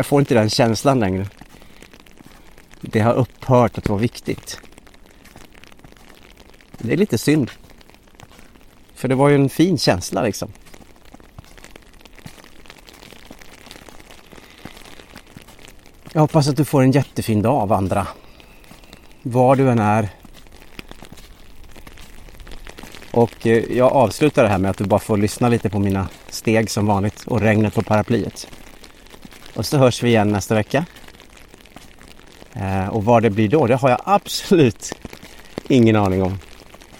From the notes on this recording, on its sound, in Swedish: Ljudet av hans steg och regnet. Under promenaden i skogen, där snö möter regn.